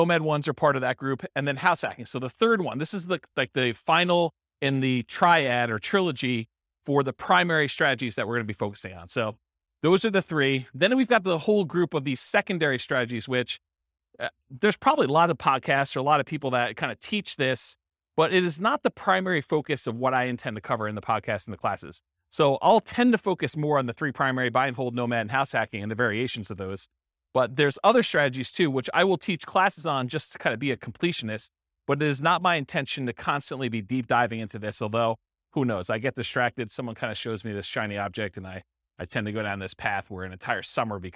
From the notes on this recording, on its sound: This was a live class recorded